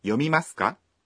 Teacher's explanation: To make it into a question, we add the particle か at the end of a sentence and say it with a rising intonation.